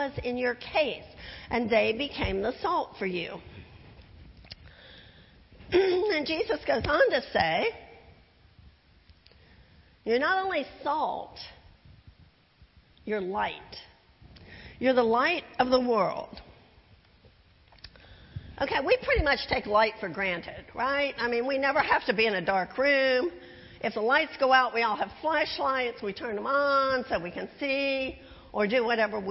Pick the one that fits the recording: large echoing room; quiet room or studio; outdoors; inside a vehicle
large echoing room